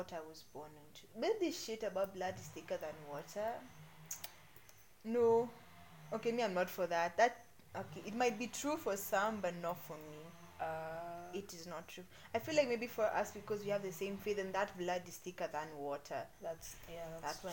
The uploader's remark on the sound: We apologize for the background noise. People were cutting down trees.